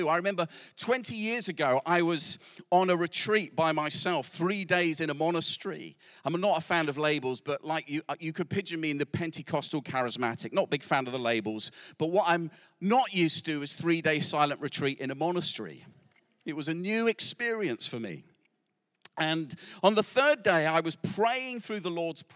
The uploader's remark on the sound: Recorded live at Life Church Lancashire.